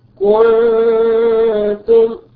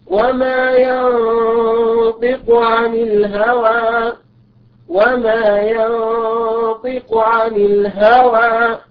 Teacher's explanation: ويكون وضع اللسان بعيدا تماما عن مخرج النون والاعتماد على مخرج الخيشوم كله · Term: أعلى درجات الإخفاء